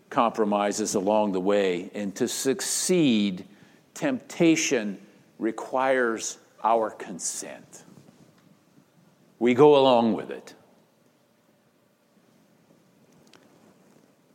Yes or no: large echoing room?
yes